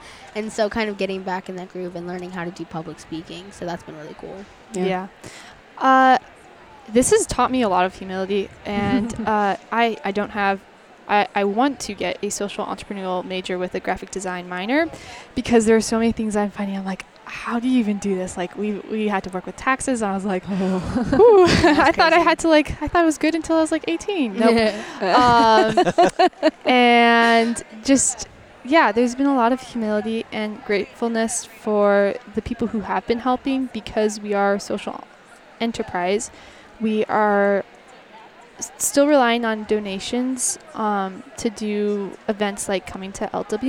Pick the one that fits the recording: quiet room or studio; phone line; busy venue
busy venue